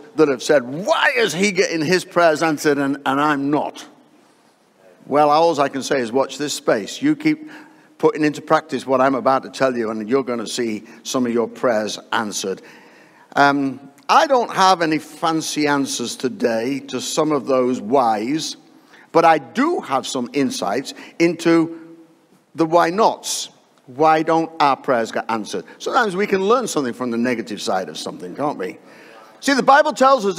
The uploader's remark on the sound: live from Destiny Church, Wakefield, UK